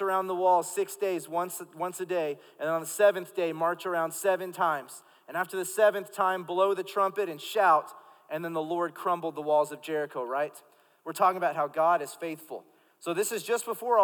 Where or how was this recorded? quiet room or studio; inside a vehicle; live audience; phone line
live audience